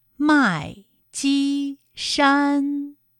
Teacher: 也是先四声，后面两个音都是一声